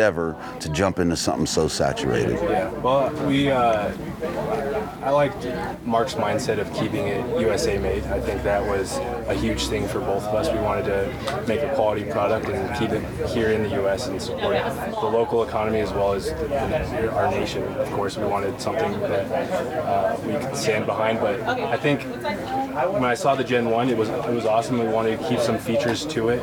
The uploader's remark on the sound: Live from Western Hunt Fest